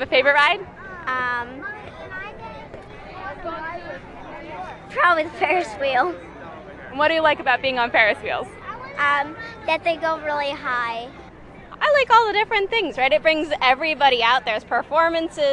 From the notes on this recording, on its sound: Sailfest took over the streets of downtown New London. She brought back her impressions and sounds from the event.